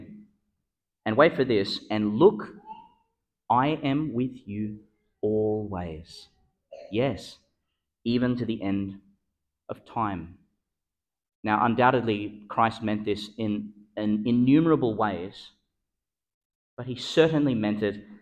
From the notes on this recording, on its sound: Delivered in Our Lady Star of the Sea Catholic Church, Gladstone, Qld.